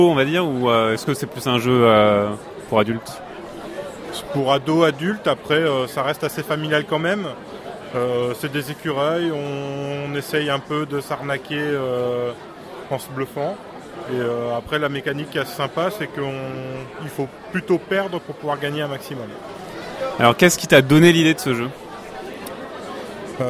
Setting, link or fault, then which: setting, busy venue